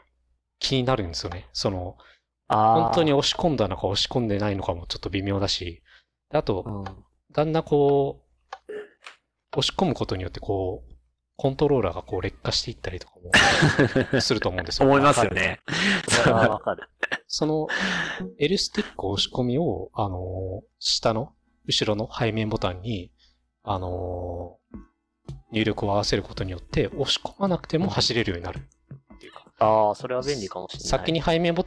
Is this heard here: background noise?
yes